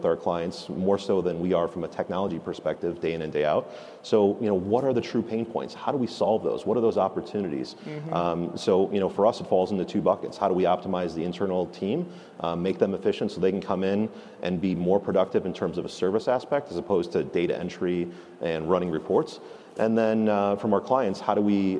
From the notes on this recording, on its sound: At FreightWaves LIVE: Chicago